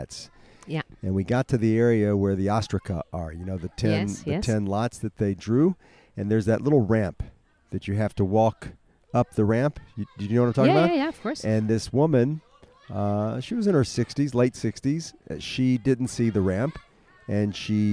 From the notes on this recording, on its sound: This week we record from the beautiful gardens of "Beit Hansen". Today, it has been transformed into a walled oasis in the Talbiye neighborhood of Jerusalem with an organic farm restaurant, tapas bar and academy of art.